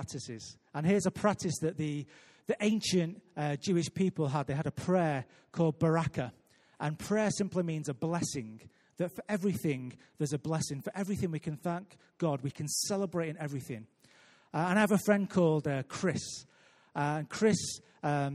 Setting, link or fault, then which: setting, large echoing room